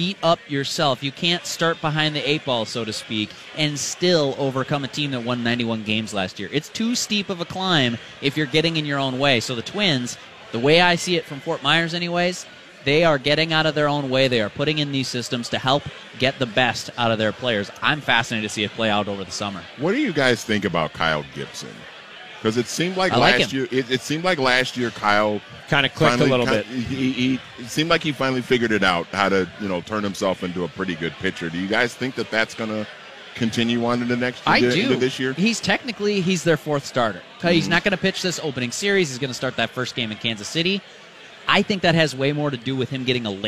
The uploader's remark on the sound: LIVE from Kieran's Irish Pub